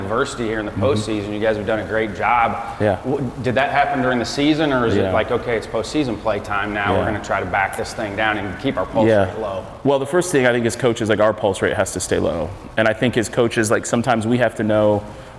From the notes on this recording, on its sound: This week’s ABCA Podcast is an on-location episode from Lewiston, ID for the NAIA World Series.